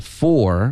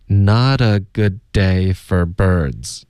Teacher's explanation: 后面呢 for 我们就弱读为 fur OK birds 就没有变化它是关键词所以整个句子就是 not a good day for birdsNot a good day